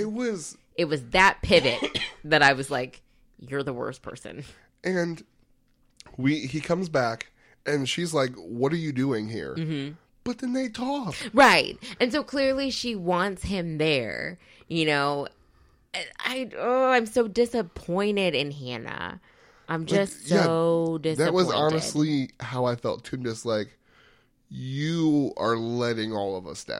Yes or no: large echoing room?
no